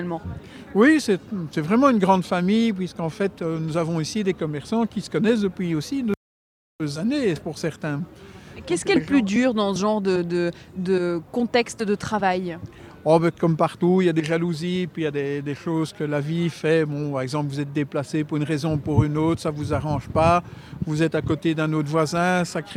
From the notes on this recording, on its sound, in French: Bruxelles vit ! – Depuis le marché de la place Van Meenen. Pour poser le micro de BX1+ sur la place Van Meenen à Saint-Gilles. En direct du marché saint-gillois.